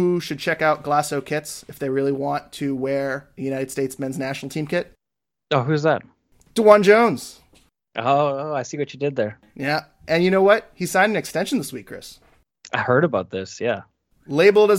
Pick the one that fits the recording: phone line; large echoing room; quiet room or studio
quiet room or studio